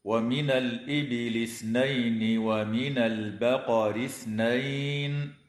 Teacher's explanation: أما بعد، فقوله تعالى: ومن الإبل اثنين ومن البقر اثنين، لام التعريف في كلمة الإبل وقعت قبل الهمزة فحكمها الإظهار، وكذا اللام في كلمة البقر وقعت قبل الباء فحكمها الإظهار أيضا. ويجب إخراج طرف اللسان عند النطق بحرف الثاء كما في كلمة اثنين